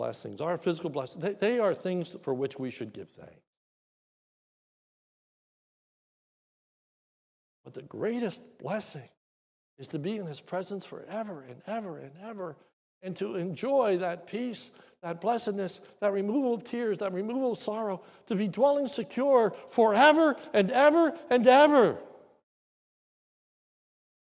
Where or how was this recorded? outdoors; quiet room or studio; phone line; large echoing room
large echoing room